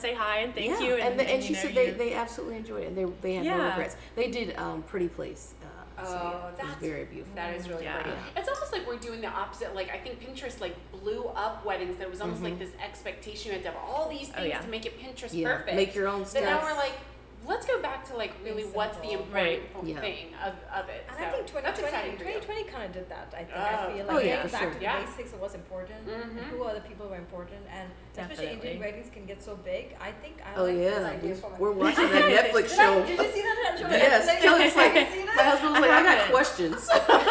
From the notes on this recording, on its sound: We are on location at Blum Coffee.